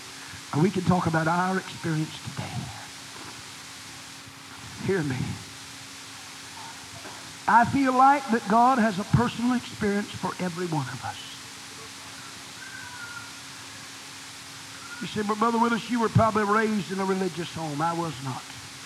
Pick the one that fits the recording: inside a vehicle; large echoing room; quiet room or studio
large echoing room